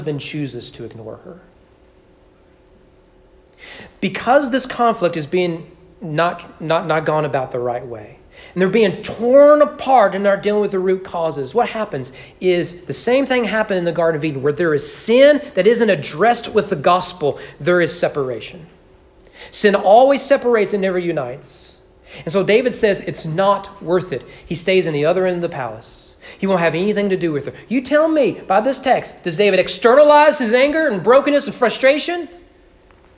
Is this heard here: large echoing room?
yes